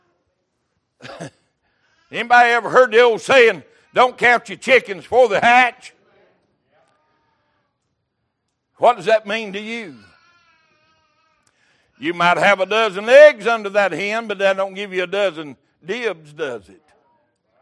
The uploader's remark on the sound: Wednesday Evening Service